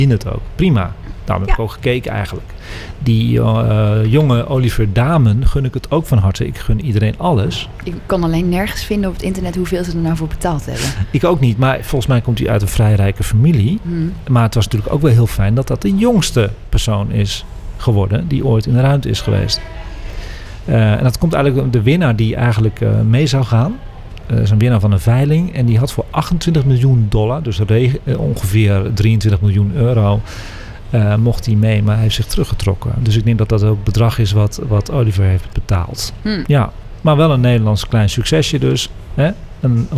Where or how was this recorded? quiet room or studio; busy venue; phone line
busy venue